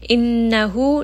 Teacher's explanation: noon is going to have a shadda, meaning that there is going to be extra ghunna here. Spend a little bit of time and allow it to truly go up into your nose.